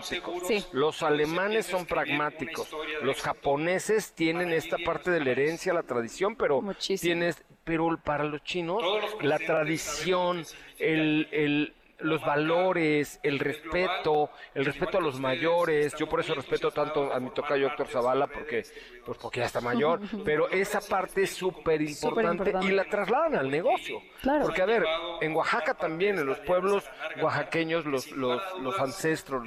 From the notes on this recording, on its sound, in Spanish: Transmitimos completamente en vivo desde la llegada de Geely al mercado mexicano. Transmitimos completamente en vivo desde la llegada de Geely al mercado mexicano. MVS Noticias en el 102.5 de tu FM.